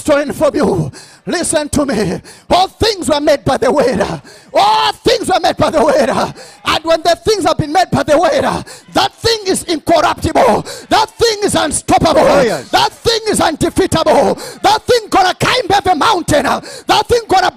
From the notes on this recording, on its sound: This teaching was extracted from our Live Church Service on the Sydney Campus Grand Opening.